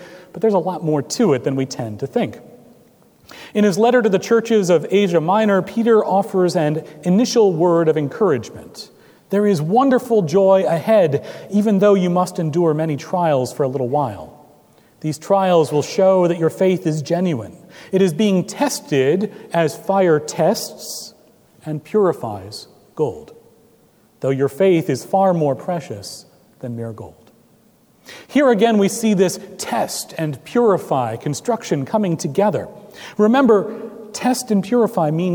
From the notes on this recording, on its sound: at Trinity Presbyterian Church in Bixby, Okla.